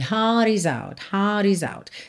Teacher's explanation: Ele deixa esse heart também bem sem enrolar o R.